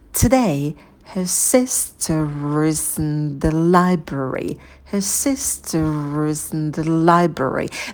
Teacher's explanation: То есть sister цепляется за глагол to be is.